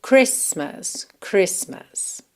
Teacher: nós não pronunciamos o T na palavra Christmas